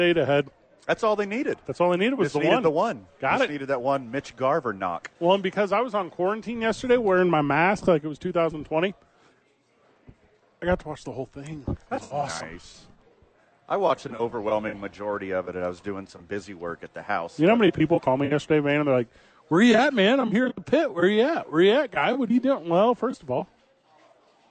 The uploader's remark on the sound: live from Sadies for TNF.